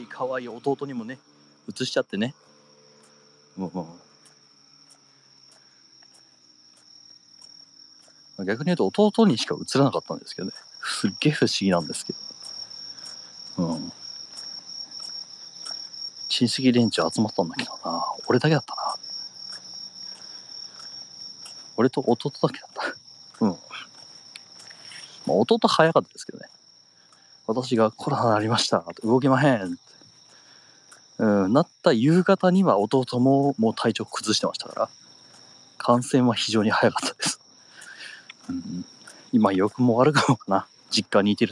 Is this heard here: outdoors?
yes